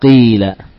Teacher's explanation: saking mudahnya ya terbaca huruf ya, seakan tidak ada huruf tersebut. Nah, itulah yang dimaksud dari sifat lin.